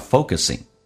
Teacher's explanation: 美式发音那个中间 k 发成 g 这个发音，而且后鼻音 ing 形式发成前鼻音